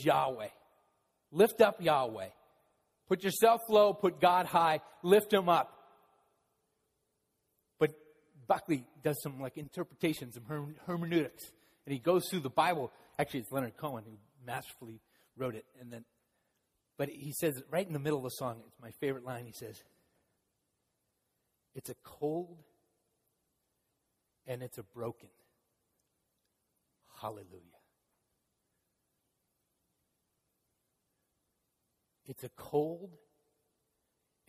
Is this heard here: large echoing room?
yes